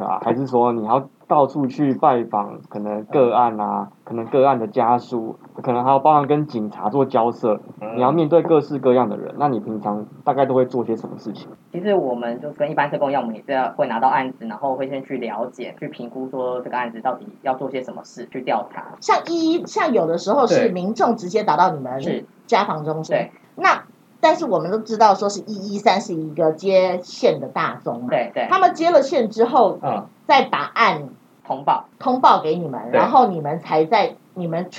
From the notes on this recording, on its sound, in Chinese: 第一次嘗試變聲技術，加上錄音當天大雨磅礡，音質欠佳敬請見諒。